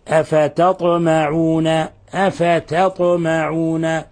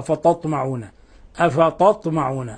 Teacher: التاء حرف مرقق والطاء حرف مفخم · Shown in: first take · فلابد أن نفصل بينهما في المخرج.